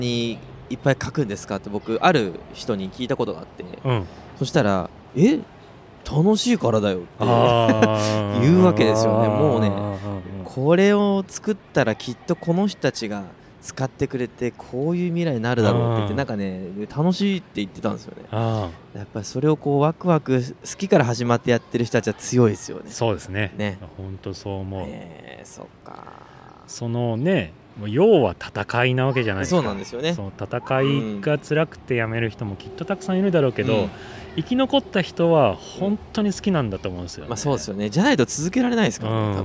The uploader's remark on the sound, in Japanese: 半年ぶりに収録した場所はまさかの公園。少年たちがキャッチボールする姿を眺めながらの収録で。